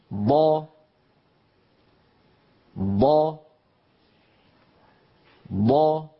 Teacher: لاحظوا بأنه يتوزع يمنة ويسرى ولا يخرج من جهة مقدم الفم، يعني لا يخرج من جهة من الجهة الصفراء، بل يتوزع على المنطقة الخضراء يمنة ويسرى هكذا. · Term: الضاد